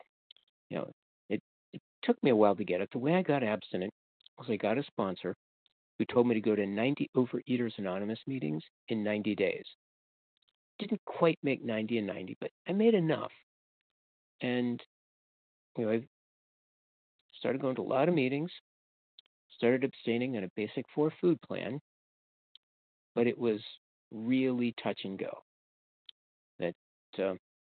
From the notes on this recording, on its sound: from the 100 Pounders Phone Meeting